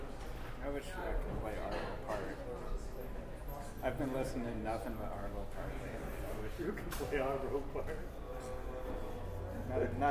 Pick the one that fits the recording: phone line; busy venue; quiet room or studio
busy venue